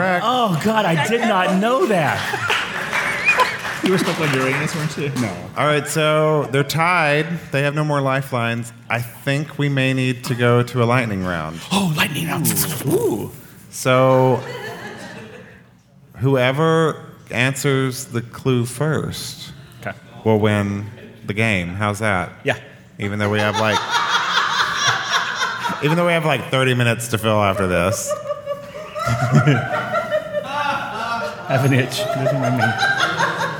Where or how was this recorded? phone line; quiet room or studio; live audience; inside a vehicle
live audience